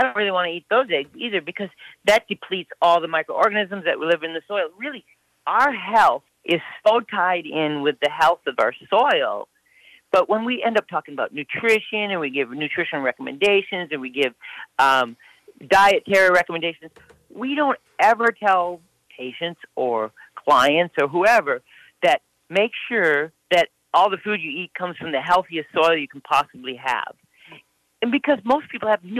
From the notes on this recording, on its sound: Over the phone from outside Austin, TX.